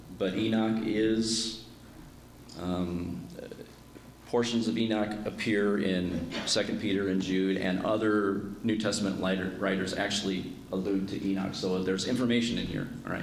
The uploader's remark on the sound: My dad preached at our church. He recorded it.